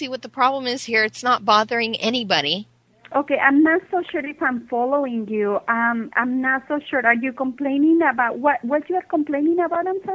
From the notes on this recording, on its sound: …'s Personal Prank Phone Calls Collection.